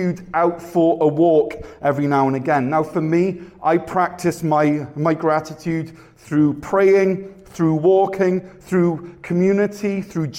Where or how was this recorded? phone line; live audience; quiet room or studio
live audience